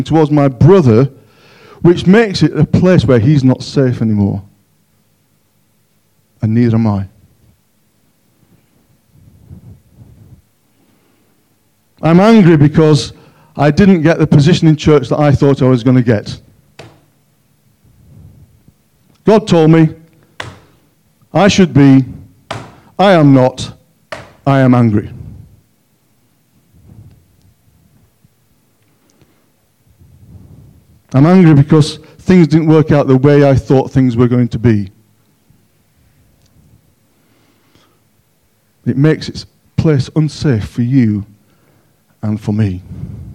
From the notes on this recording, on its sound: On 15th January 2023 at King's Church, Cockermouth, as an audio file.